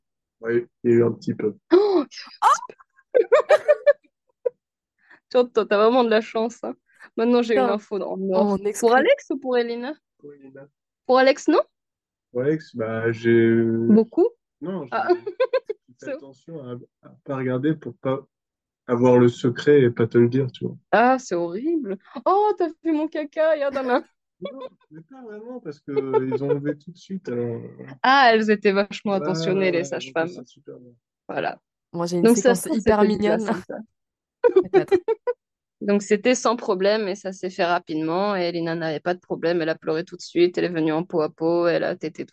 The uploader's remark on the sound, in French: Cet épisode a été enregistré en distanciel